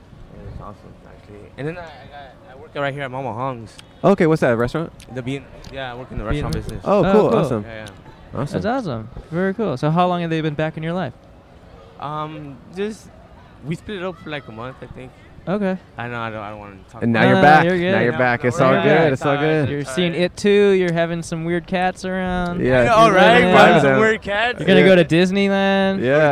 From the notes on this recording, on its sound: Recorded on Palm Avenue in Downtown Burbank, CA.